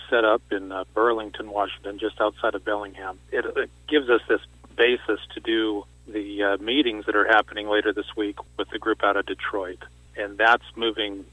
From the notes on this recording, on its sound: called in to SmallCapVoice